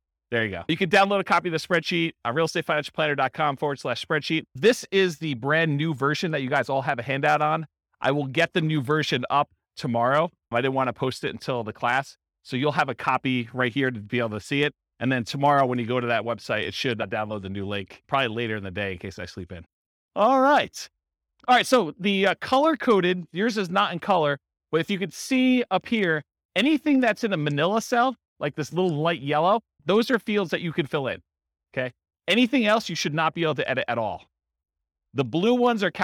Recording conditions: live audience